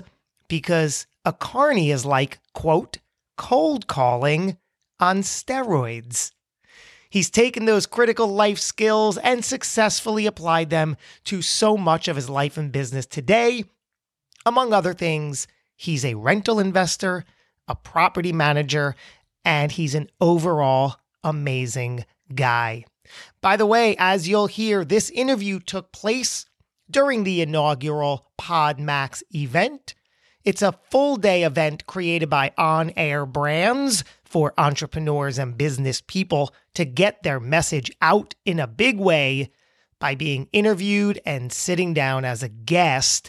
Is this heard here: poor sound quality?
no